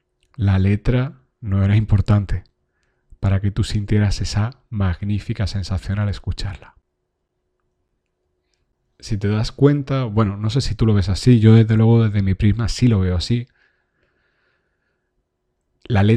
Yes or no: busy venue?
no